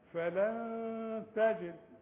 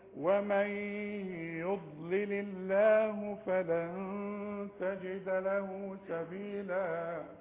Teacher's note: والغنة النون اللي بعدها التاء التاء من حروف الإخفاء